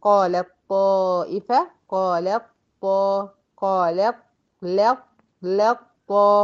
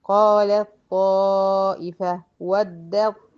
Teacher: بدخل من اللام المرققة على الطه المفخمة المشددة · Term: إدغام متجانسين